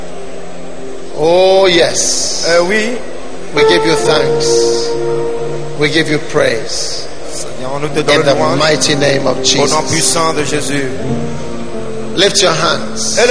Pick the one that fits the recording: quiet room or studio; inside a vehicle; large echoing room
large echoing room